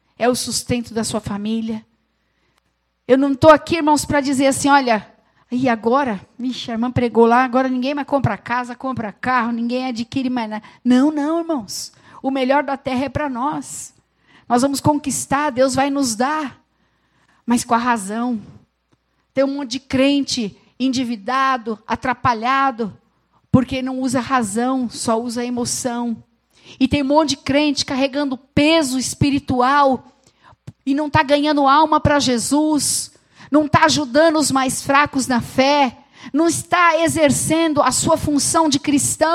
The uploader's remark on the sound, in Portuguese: Gravado no Culto da Família